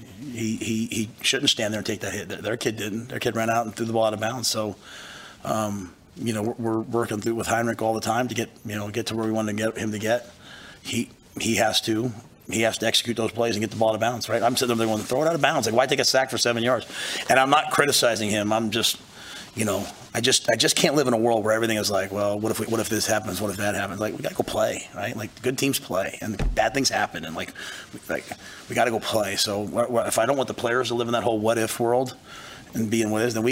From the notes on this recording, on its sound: Purdue Post Game Press Conference.